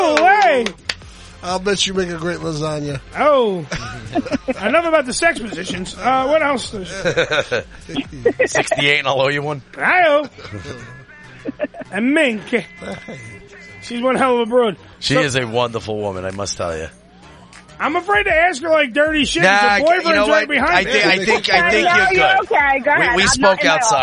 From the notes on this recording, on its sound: party in the studio complete with a LIVE DJ